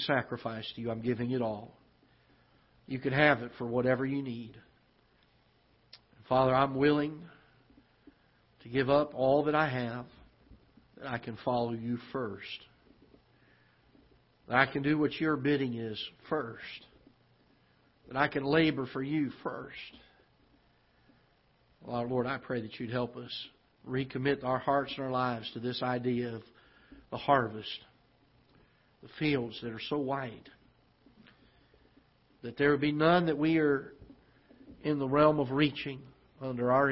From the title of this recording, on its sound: Ketha Heights Baptist Church ~ Live Broadcast